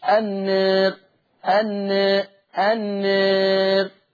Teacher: يقلل ورش كل ألف خلاص جاء بعدها راء مكسورة · Term: تقليل